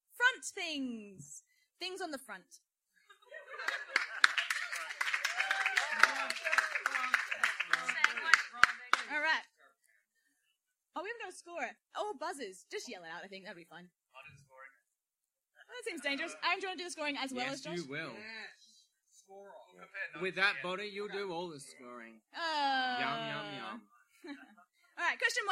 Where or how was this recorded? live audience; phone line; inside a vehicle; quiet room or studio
live audience